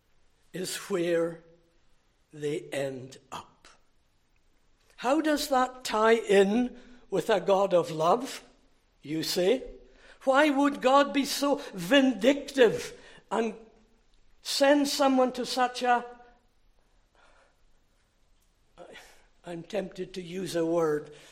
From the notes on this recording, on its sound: Recorded at North Harris Free Church on the evening of Sunday, 23 June 2023.